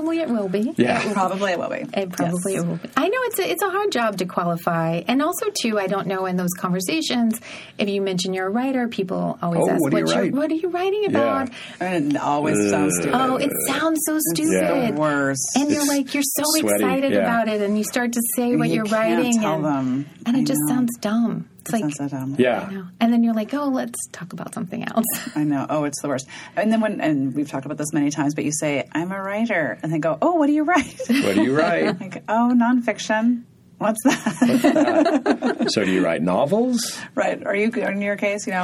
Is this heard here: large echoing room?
no